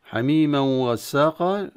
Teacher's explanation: حميما وغساقا، هنا كذلك مثال آخر لإدغام التنوين في الواو مع الغنة، ولكن ينبغي أن ننبه أن إدغام التنوين في الواو يكون إدغام بغنة